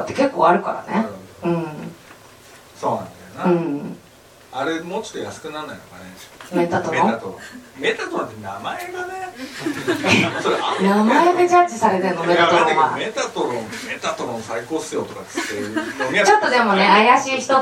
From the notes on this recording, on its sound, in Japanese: 渋谷の書店「SPBS」で 行われた公開収録の模様を3回に分けてお送りします。